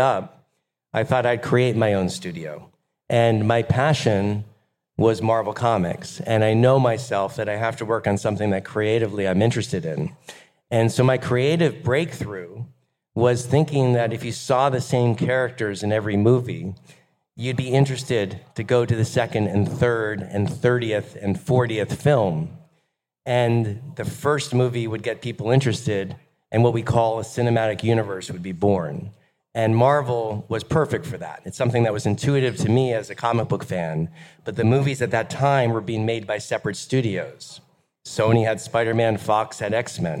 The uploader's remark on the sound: A Fireside Chat. In an exclusive fireside chat at Gateway Miami moderated by Now Media co-founder, CEO and EIC.